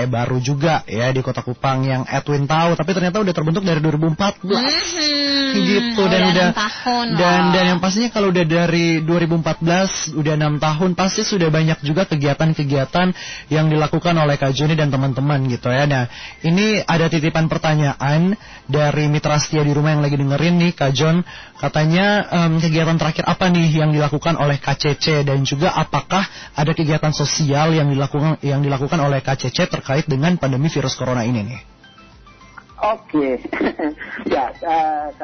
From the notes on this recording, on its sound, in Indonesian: SAHABAT ON THE PHONE. Kupang Cycling Club ( KCC).